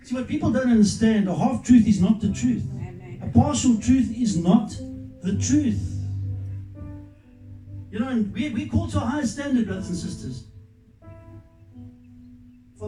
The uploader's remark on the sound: Recorded live at Love Beyond Church.